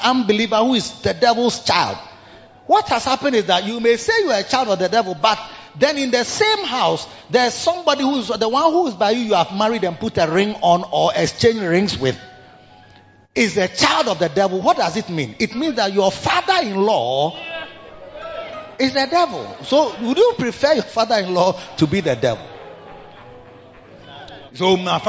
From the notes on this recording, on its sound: Preached at the Victory Secrets Service - The Makarios Church, HQ